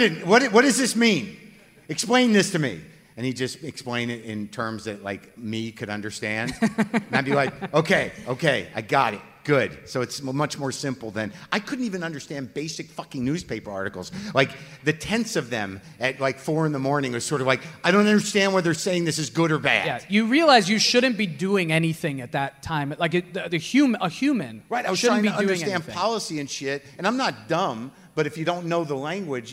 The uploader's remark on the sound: Live At Now Hear This. About 700 people were in the room at the Now Hear This podcast festival in Anaheim this past October. In front of a live audience.